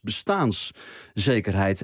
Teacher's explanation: Gewoon zoals de dikke vandalen ook aangeeft met de klemtoon op bestaan. Het is bestaanszekerheid.